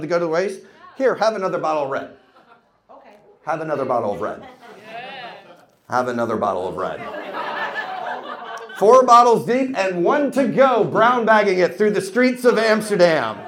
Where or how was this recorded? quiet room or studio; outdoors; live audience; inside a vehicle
live audience